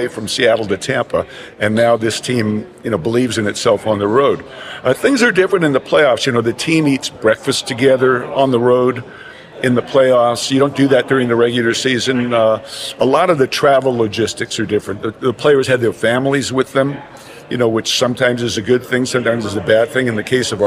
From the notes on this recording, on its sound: The conversation was recorded live at the Texas Sports Hall of Fame as part of the Lone Star Luncheon series and the 2024 Texas Rangers Winter Caravan.